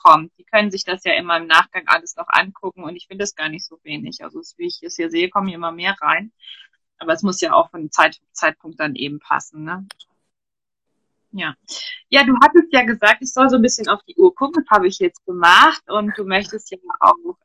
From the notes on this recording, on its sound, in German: die ich auf live auf Instagram geführt habe